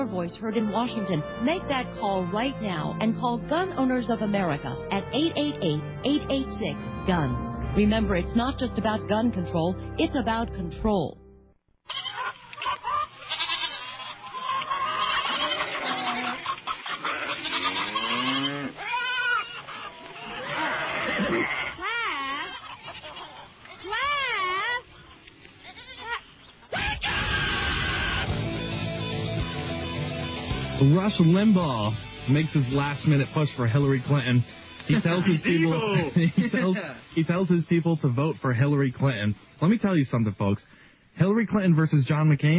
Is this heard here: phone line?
yes